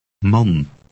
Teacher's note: The A in man has an A sound, as in father, but shorter.